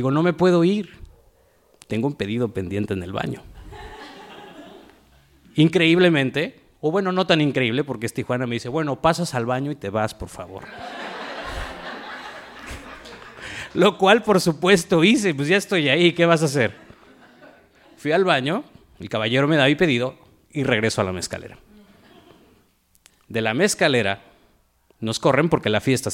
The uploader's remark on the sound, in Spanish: From the reactions of the audience to the storytellers as they moved through their narratives. Esta historia fue grabada en vivo en Huerto en Tijuana, Baja California el 27 de junio.